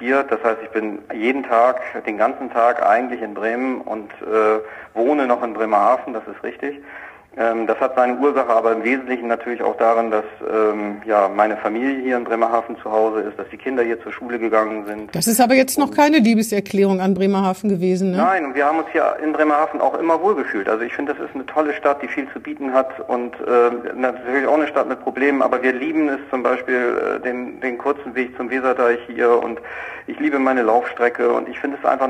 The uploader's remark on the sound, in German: Findet coronabedingt diese Woche wieder per Telefon-Schalte statt. Aus Bremerhaven zugeschaltet.